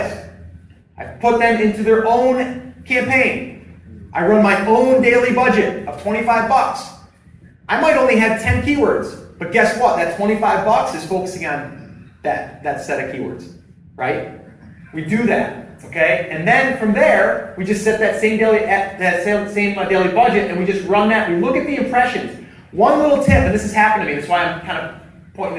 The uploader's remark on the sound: Live at Seller's Summit. It’s a recording of a live event.